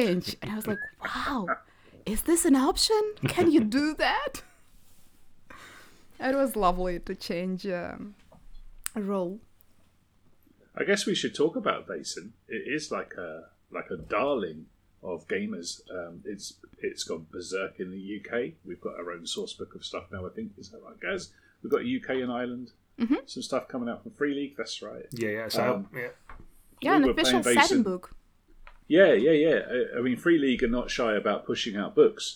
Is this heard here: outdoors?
no